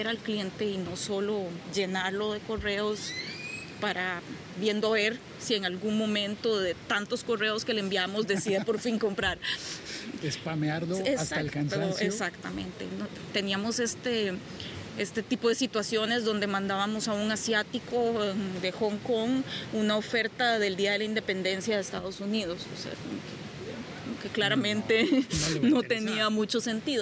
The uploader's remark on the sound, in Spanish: Un episodio podcast grabado en una playa mexicana